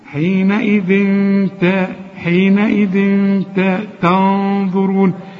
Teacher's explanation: الغنه بقى هنا مفخمه علشان الغنه بتتبع الحرف اللي بعدها، فالحرف اللي بعدها اذا كان مرقق نرقق الغنه، مفخم يبقى فخم للغنه.